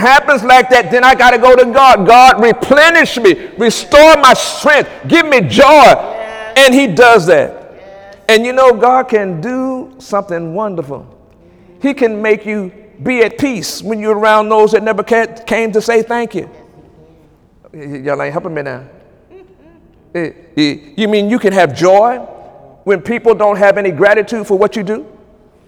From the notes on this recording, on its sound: During Wednesday night service on November 15, 2017